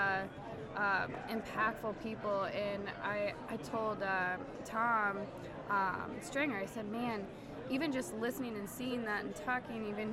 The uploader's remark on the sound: Live from SHAPE Nashville Day 2!